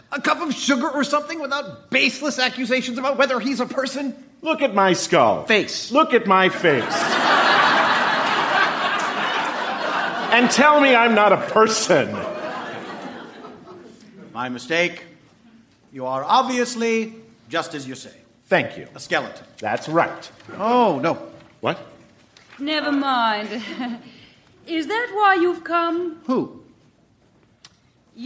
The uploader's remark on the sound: Recorded Live 11/10/2014 at Largo, Los Angeles.